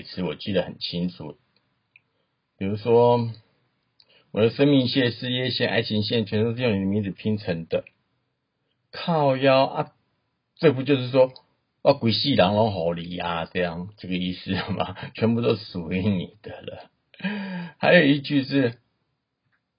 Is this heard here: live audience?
no